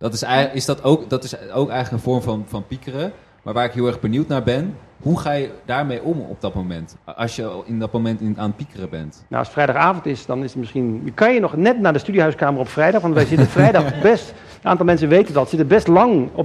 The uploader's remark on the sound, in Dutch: 1 Uur Over… is een live gespreksprogramma dat werd opgenomen in de Serre van de Botanische Tuinen in Utrecht. Luister in deze podcast de highlights van het gesprek terug.